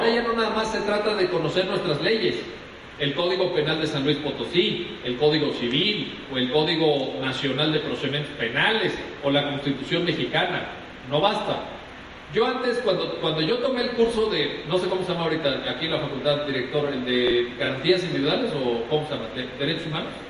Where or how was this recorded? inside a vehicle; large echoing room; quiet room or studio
large echoing room